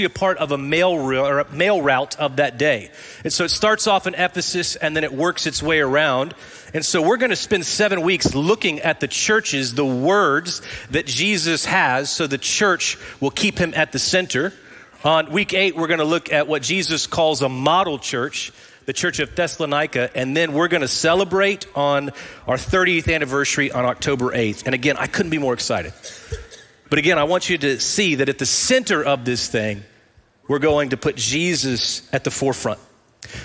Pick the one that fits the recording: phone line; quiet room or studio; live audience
live audience